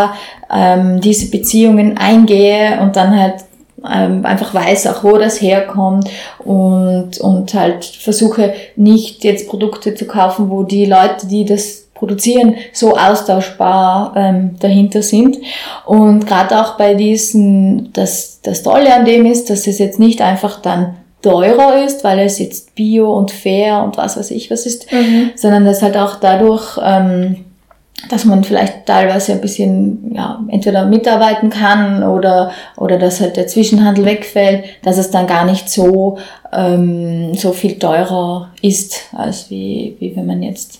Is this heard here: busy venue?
no